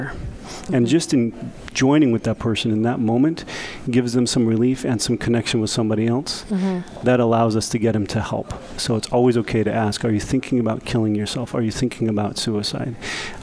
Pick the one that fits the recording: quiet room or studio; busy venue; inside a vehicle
busy venue